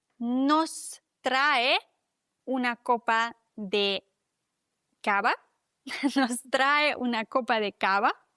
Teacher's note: das V wird wie ein weiches B ausgesprochen